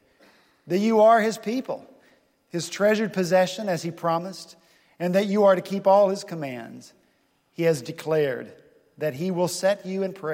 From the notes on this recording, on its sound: At Redeemer Presbyterian Church in Charleston, SC.